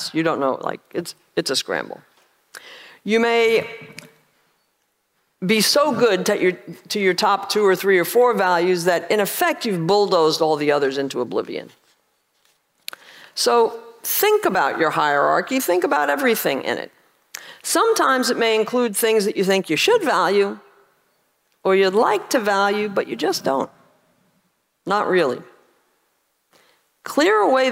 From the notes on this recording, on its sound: This talk was recorded at OCON 2023 in Miami, Florida